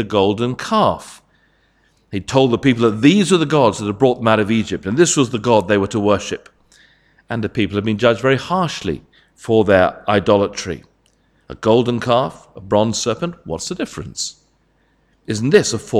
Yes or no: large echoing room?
yes